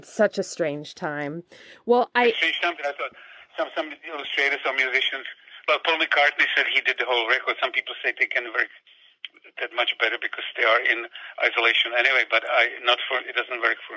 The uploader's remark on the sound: We never intended to turn this over-the-phone chat about Nicky & Vera into a podcast, but it begged to be shared.